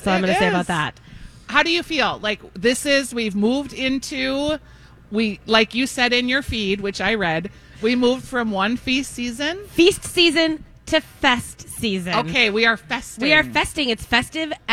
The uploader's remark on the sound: live from Surdyk’s!